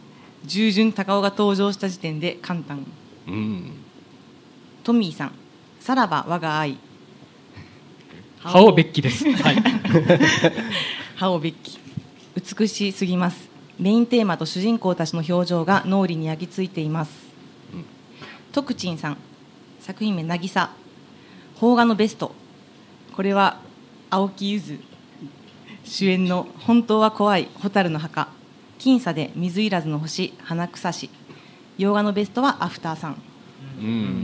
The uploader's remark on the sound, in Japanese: 公開収録in NakedLoft YOKOHAMA。ネイキッドロフト横浜で行われた公開収録。